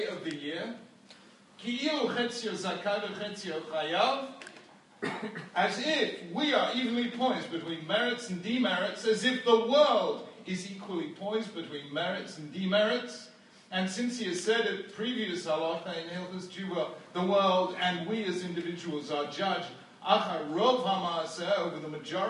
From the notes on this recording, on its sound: This shiur was recorded at the Bnei Akiva School in Toronto on 16th March 2016.